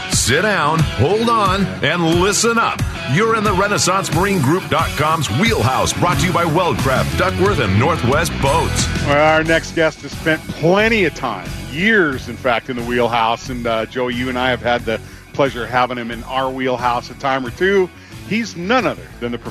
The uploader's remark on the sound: live at Bayside Marine for the 2023 Everett Coho Derby